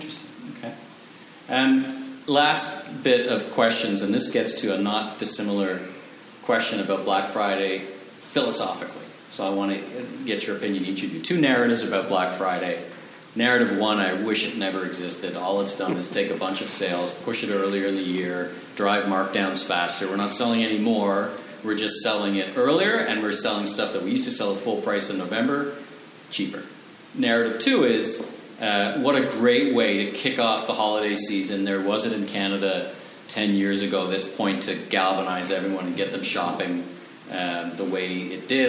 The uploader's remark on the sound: Recorded live in Toronto at the SCI Powershift to Consumerism summit a recording of my panel interviews with retailers and thought leaders in the eCommerce retail space.